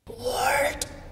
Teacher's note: wird das D von world quasi stammelnd wiederholt · Term: stammelnde Wiederholen des Konsonanten